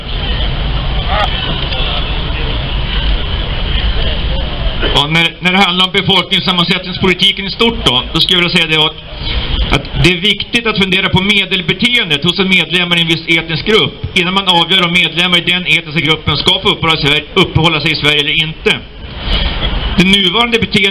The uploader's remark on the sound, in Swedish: 3 november 2019 på Raoul Wallenbergs torg